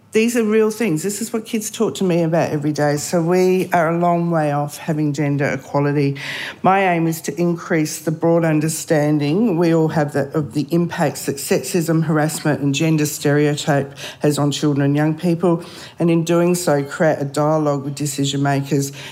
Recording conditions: live audience